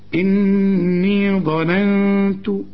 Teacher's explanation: إني ظننت، هنا الظاء مفخمة، إنما بعدها نون، ها ظاءنا، وبعد النون نون، النون الأولى عليها فتحة، النون الثانية مجردة من التشكيل ساكنة. النون الثانية هغنها، والغنة هتكون فيها رقة علشان التاء